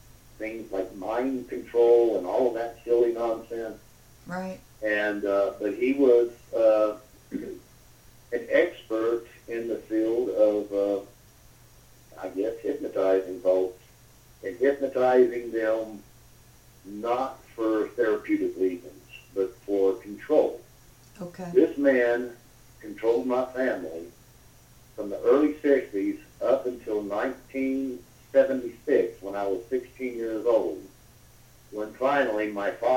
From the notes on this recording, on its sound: via a phone interview